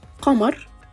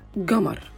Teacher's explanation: Вместо «к» произносят «г» · Shown in: second take